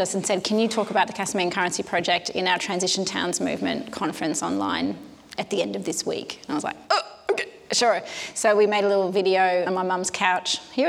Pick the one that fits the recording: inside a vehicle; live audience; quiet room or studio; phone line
live audience